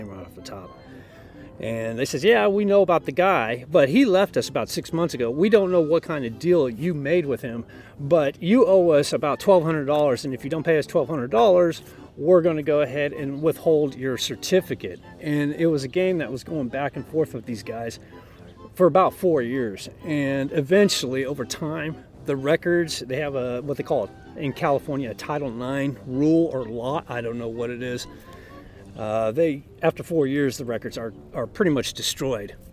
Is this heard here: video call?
no